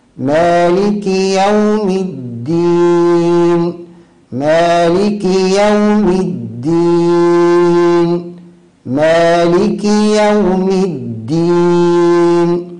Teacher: من الأخطاء الشائعة تسكين الكاف، فتسمع كثيرا من يقرأ مالك يوم الدين، مالك يوم الدين، هذا خطأ جلي في الفاتحة. الصواب كسرة الكاف، كسرة واضحة دون مبالغة أيضا